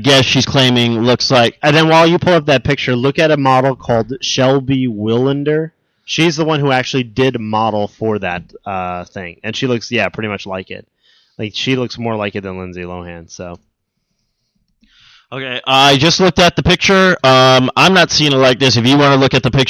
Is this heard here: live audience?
no